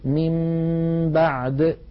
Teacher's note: إذن عندما يأتيني نون ساكنة بعدها باء أو يأتيني تنوين بعده باء، من بعدي، بدل أن أقول من بعدي أقلب النون إلى ميم ثم أمط غنة تلك الميم المقلوبة فأقول من بعد.